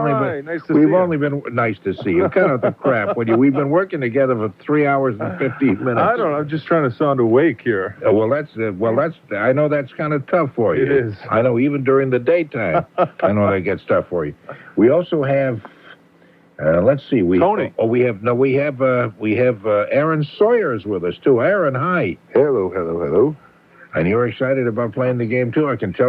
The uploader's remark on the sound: I'm on the phone